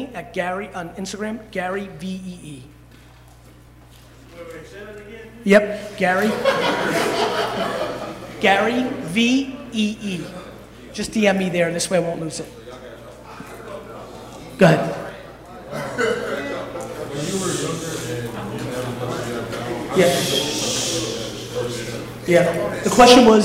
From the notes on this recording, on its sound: Speech to Alabama Football Team. Keynote.